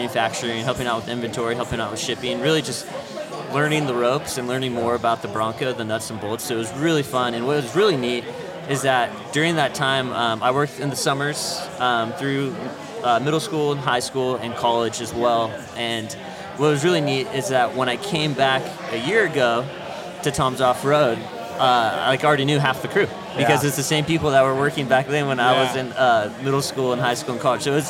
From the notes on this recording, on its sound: This episode of the Broncast was recorded during the 2023 Gala event at their new amazing sales showroom and 70,000 square foot parts warehouse in Medford, Oregon.